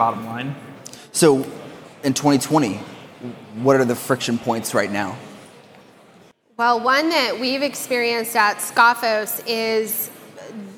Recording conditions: busy venue